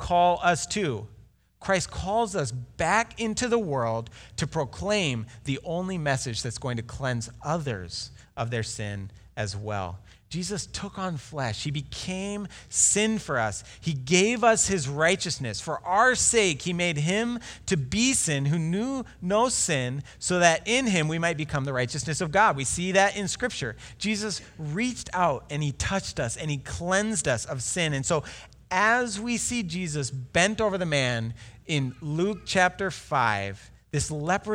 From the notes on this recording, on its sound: Delivered Sunday, March 1, 2020 at Woodridge Community Church (New Berlin, WI).